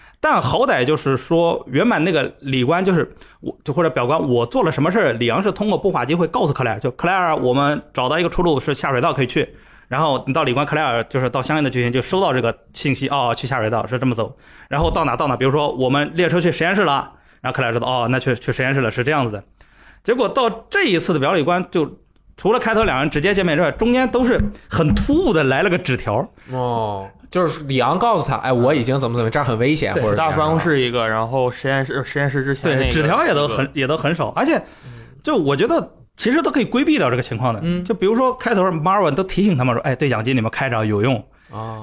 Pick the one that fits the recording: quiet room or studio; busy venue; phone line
quiet room or studio